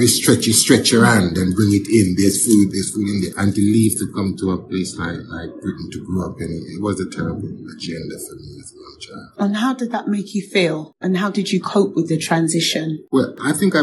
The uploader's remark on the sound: There was an awful lot of background noise. We had to cut quite a lot of the recording out.